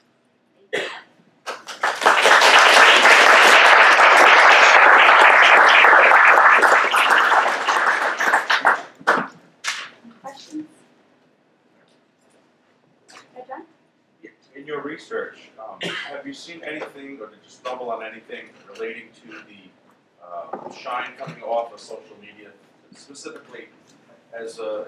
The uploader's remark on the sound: This lecture is a part of the The Institute of World Politics' 2019 Student Symposium that was held on May 16th.